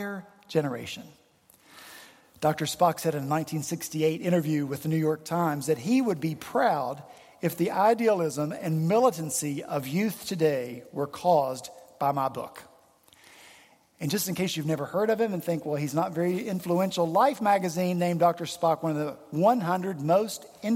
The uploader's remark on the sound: The pews were filled at Redeemer Presbyterian Church in Charleston, SC